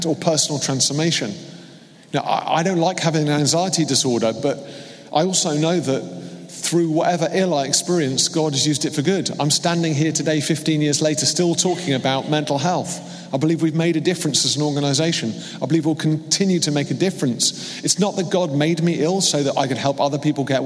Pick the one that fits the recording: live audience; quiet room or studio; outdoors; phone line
live audience